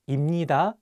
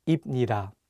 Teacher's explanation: So if you pair 비읍 with 니은, you can pronounce 비읍 as 미음. · Shown in: first take